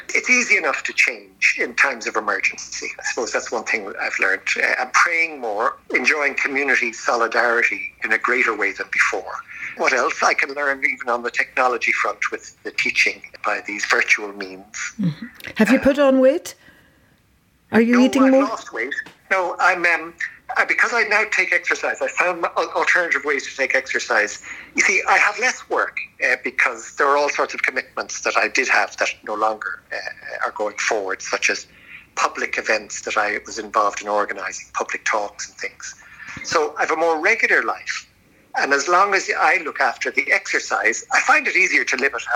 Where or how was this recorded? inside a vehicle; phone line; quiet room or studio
phone line